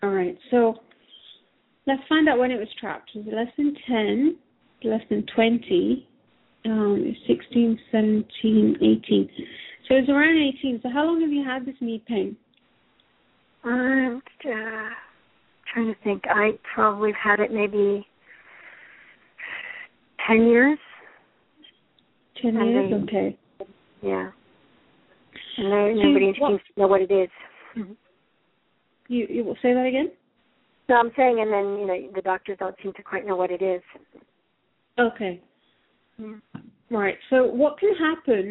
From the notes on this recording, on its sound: Takes your calls for healing live today!